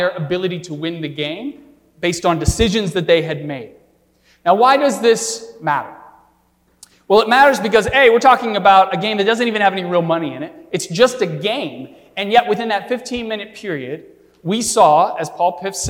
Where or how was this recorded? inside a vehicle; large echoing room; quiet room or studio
large echoing room